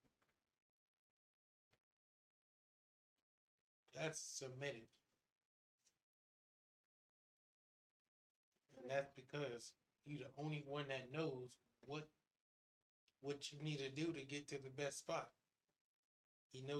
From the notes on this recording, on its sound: Please don't mind the quality, God's intended message will press through even in the poor audio and camera quality.